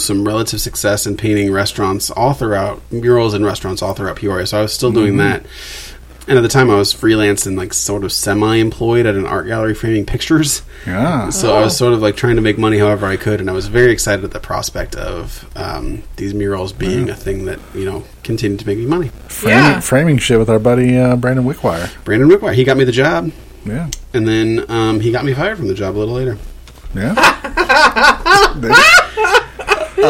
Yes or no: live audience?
no